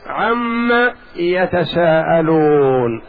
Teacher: لأن النون والميم حرف غنة فأدغمت النون في الميم فصارت عم